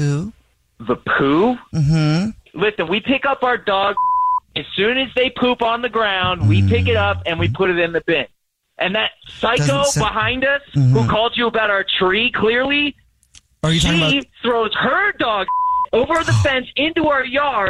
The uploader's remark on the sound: phone prank style